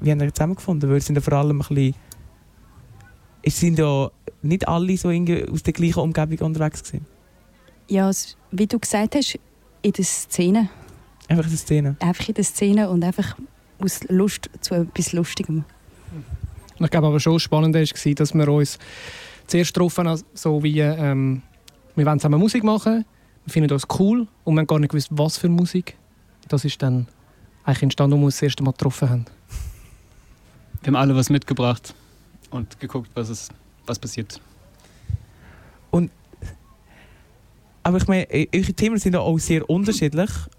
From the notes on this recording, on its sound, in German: Live vom kleinLaut Festival in Riniken. KleinLaut Festival Riniken. Live vom kleinLaut Festival in Riniken.